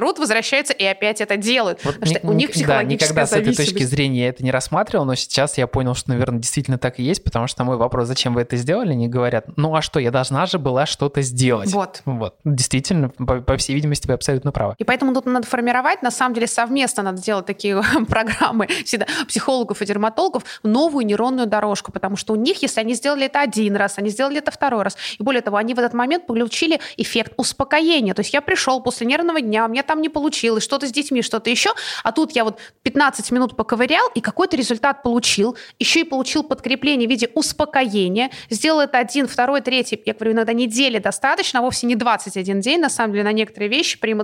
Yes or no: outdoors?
no